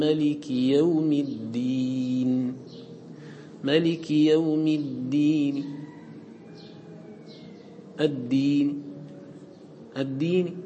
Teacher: هو اختطاف الحركة وإسراع بها وخفض الصوت بها حتى يكون الذاهب أكثر من الباقي · Term: الروم